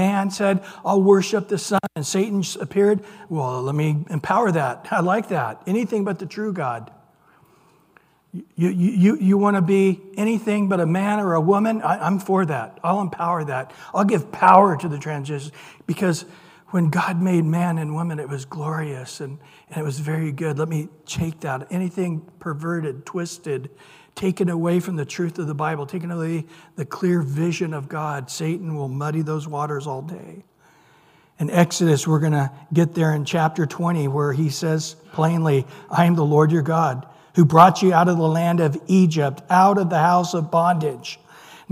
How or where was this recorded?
large echoing room